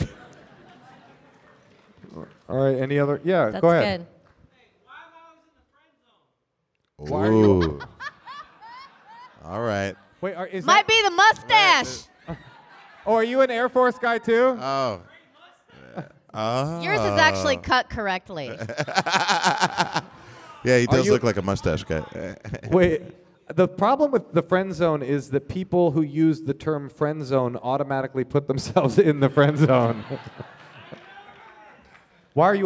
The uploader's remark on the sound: This week’s episode is the audio from our show at SF Sketchfest last weekend! They give advice to three live couples.